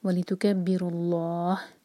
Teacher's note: اگر یہاں پر رکتے ہیں تو ہا ساکن کریں گے تو لا جو ہے چار حرکت لمبا، مد عارض للسکون ہوگا.